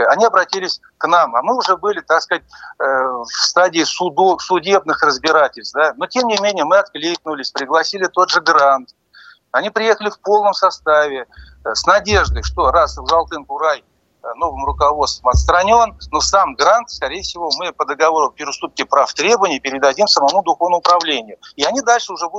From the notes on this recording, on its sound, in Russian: По телефону